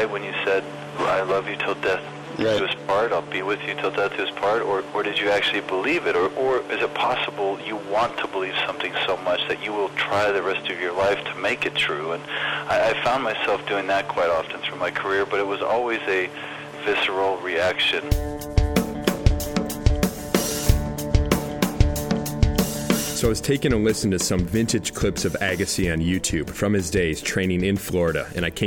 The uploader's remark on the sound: By phone. Digital recorder.